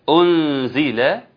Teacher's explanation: إخفاء النون مع الزاي